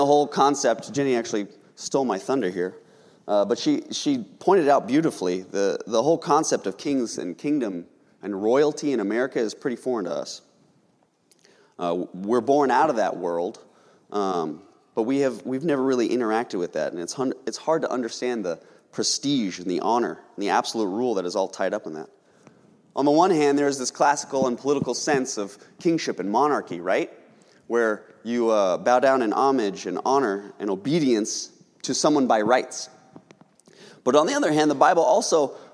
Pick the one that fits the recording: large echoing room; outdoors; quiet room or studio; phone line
large echoing room